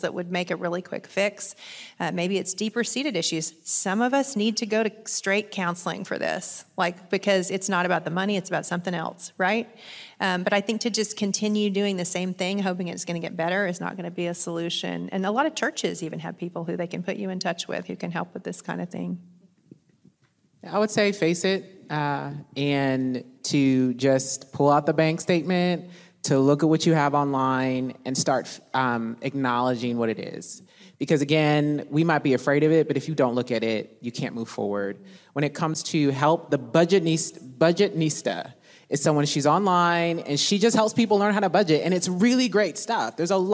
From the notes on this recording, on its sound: It is actually a LIVE recording of a conversation. At The Gospel Coalition Women’s conference.